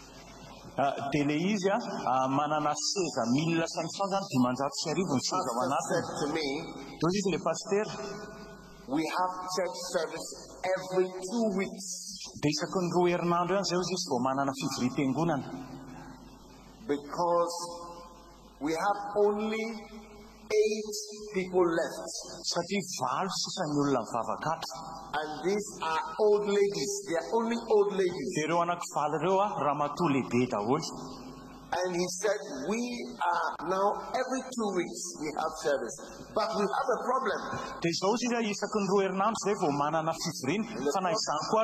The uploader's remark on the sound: Preached at the Day 2 of the Healing Jesus Campaign Pastors Conference in June 2023, Antananarivo-Madagascar.